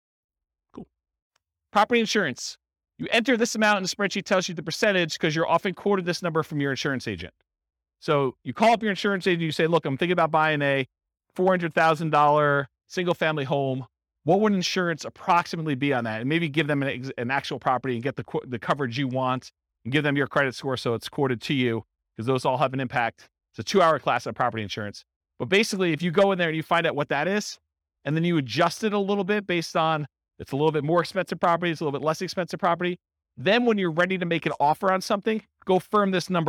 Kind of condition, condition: setting, live audience